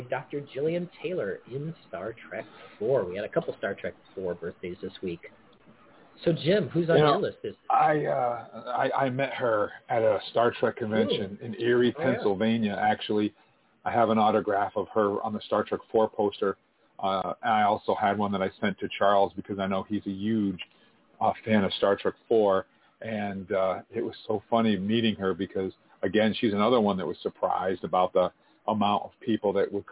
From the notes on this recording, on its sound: LIVE FROM LAS VEGAS. We are broadcasting LIVE from Star Trek 55 year mission at the RIO All-Suites Hotel and Casino, Las Vegas!